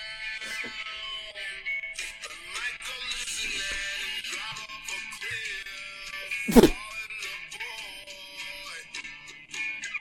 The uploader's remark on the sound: Audio was mildly crackled, no idea why and couldn't fix